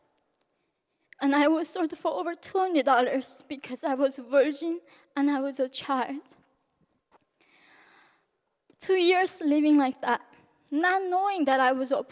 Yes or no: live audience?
yes